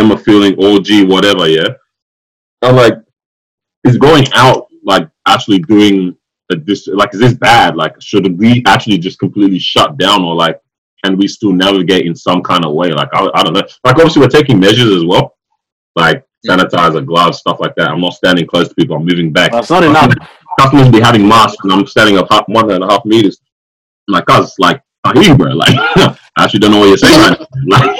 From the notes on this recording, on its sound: Live From Quarantine. Welcome to our first over-the-phone podcast.